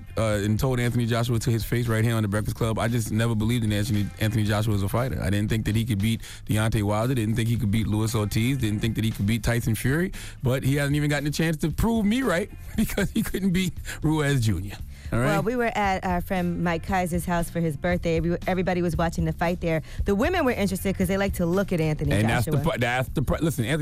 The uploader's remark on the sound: We opened up the phone lines.